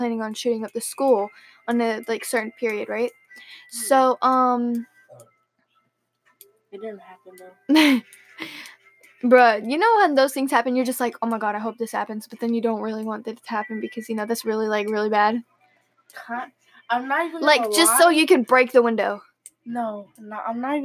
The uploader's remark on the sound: we only had 1 microphone so we had to make due.